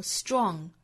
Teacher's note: 这个 tr 的辅音连缀，在这里呢发成类似于 dr 的发音，不送气了